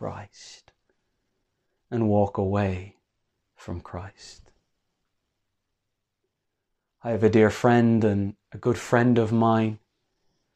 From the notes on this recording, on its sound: Morning Service Live Stream